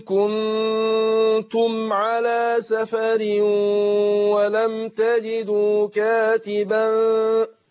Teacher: نون ساكنه بعدها التاء في كنتم، برضو هخفيها عند التاء